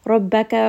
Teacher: ra here is going to be heavy because it has a fatha